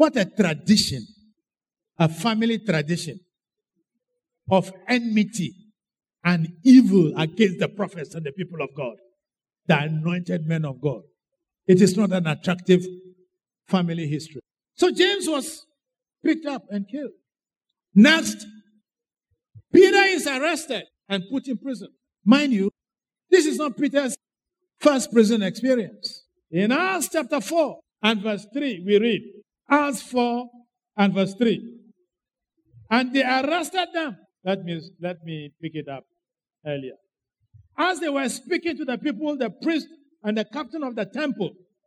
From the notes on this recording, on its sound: Sermon preached at CBC Adabraka Campus.